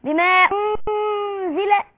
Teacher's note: اقرأوا بالتوسط اربع حركات · Term: مد جائز